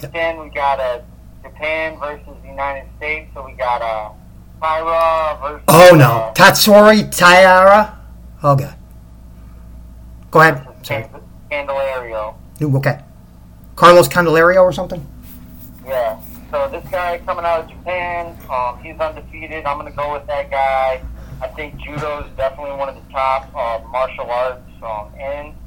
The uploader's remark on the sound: The Audio will get fixed hopefully soon